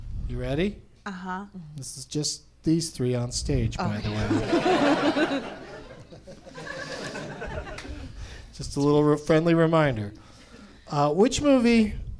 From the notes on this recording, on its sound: Live from the NerdMelt Showroom in Los Angeles